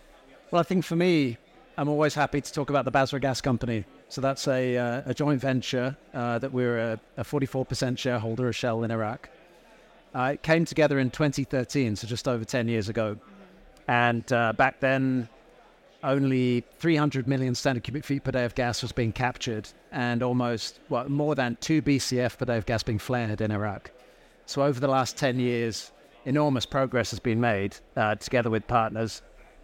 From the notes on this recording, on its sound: Recorded live at ADIPEC 2023.